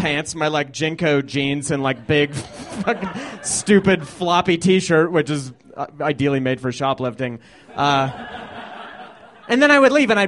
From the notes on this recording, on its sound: These stories were recorded at The Deer Pile on January 16th, 2013